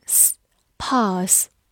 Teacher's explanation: 字母 S 发的是平舌音